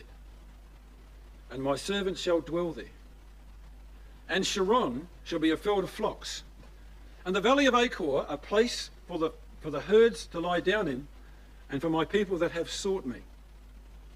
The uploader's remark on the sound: These 5 studies recorded at the Boronia ecclesia